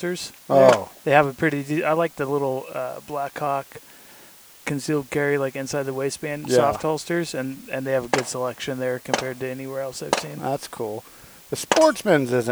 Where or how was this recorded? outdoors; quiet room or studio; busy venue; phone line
outdoors